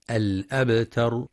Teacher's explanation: وبعضهم يفخم التاء فيقترب لفظا من الطاء الأبطر، والصواب ترقيقها